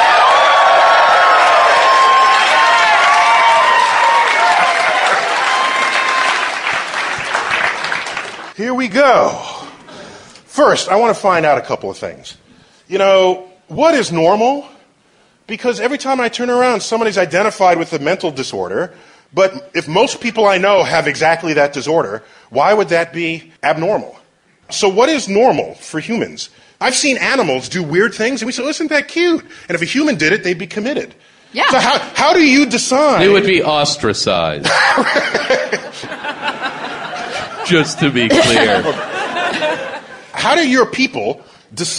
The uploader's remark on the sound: Live at the Bell House. Our live Bell House show.